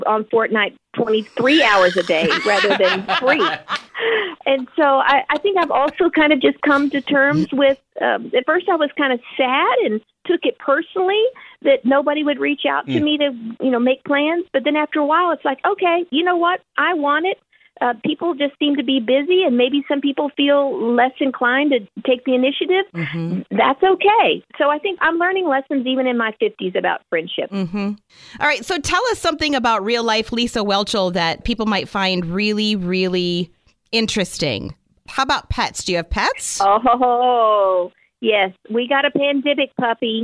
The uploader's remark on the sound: spent some time on the phone